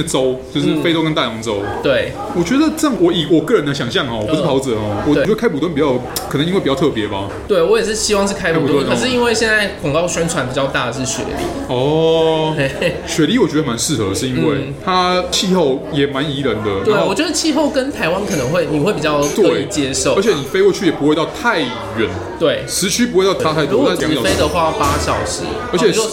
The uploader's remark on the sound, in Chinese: 本集白噪音指數：蚊風級 1/5。錄音地點： 齊客咖啡 The Gathering Cafe。